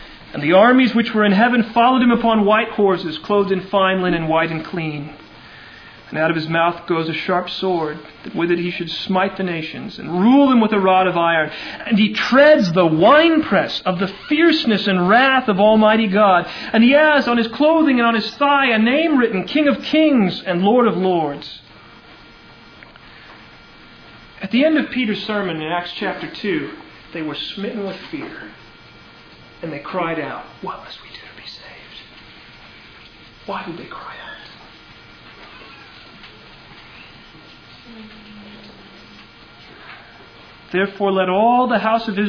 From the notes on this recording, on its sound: Originally delivered on 11 July 1999 at Sovereign Grace Baptist Church in Van Alstyne, TX.